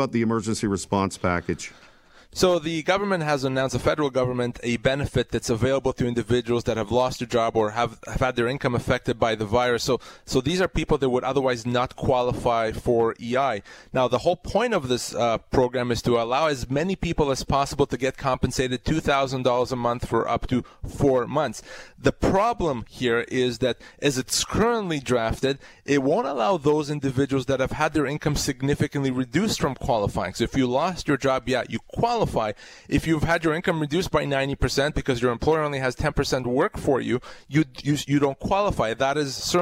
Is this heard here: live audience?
no